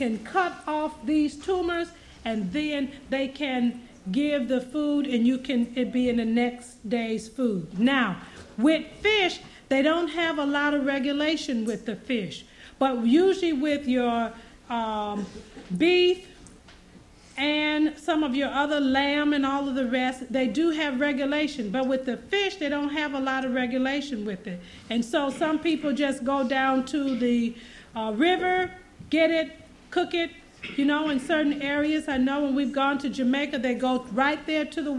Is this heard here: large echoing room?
yes